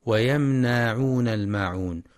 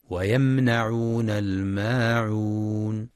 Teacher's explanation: والصواب فتح النون فقط دون مد · Shown in: second take